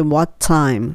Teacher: what の t と time の t は重なるので、もちろん1個落ちて